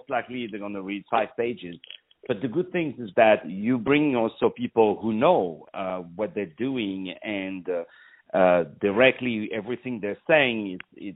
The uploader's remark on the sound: On the phone